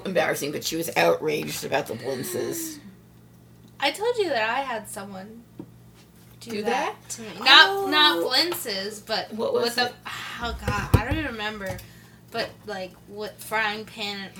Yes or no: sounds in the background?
yes